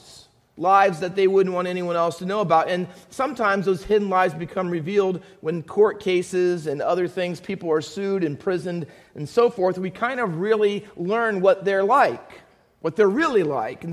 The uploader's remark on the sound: Faith Baptist Church in Hamilton, NJ.